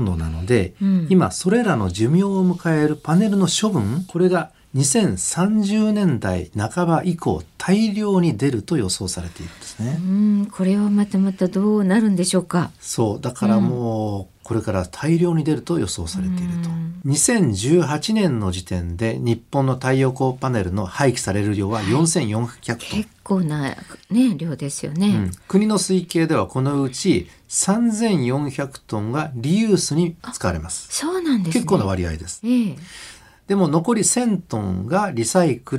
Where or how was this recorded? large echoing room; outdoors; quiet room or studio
quiet room or studio